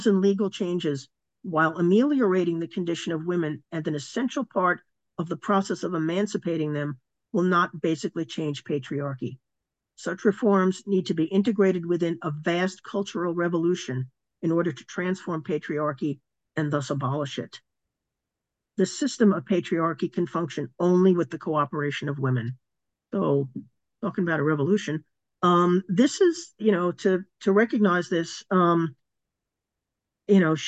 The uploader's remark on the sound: A live webinar